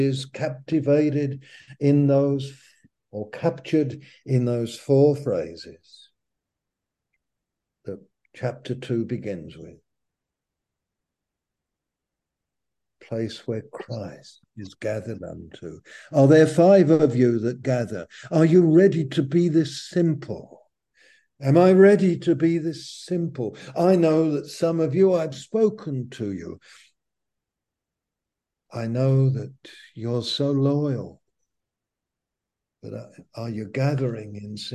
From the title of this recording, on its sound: Malaysia Meets (Zoom)